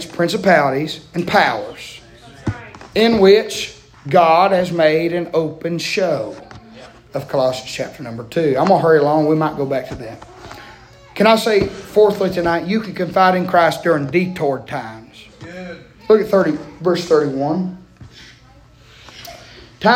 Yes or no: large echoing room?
yes